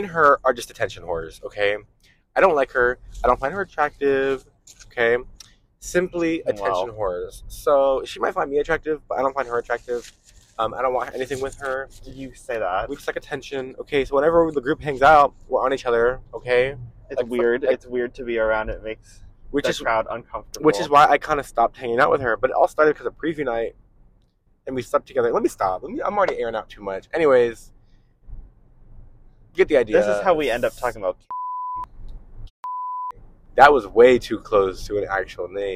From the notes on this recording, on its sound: this was recorded in the car so it may not sound the best